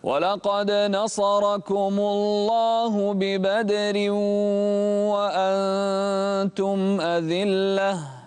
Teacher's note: رقق الراء في ببدر